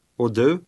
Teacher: the CH at the end of this word is often silent in spoken Swedish